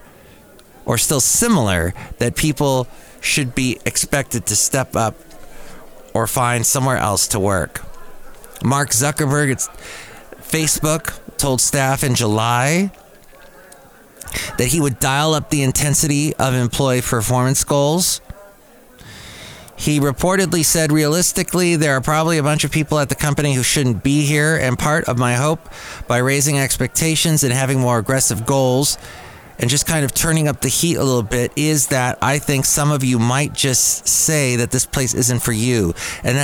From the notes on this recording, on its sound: podcasts live from Cafe Anyway